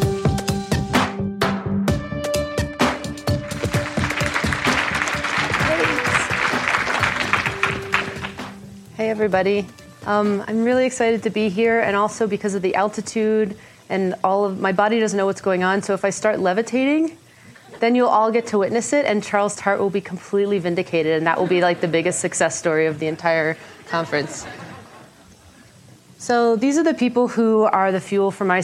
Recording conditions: live audience